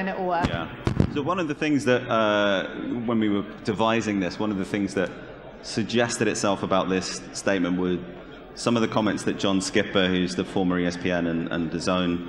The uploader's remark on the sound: To bring the SportsPro OTT Summit to a close at the Tottenham Hotspur Stadium